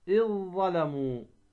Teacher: الذال في الضاء، وهذا في موضعين، إذ ظلموا، تدغم الذال في الضاء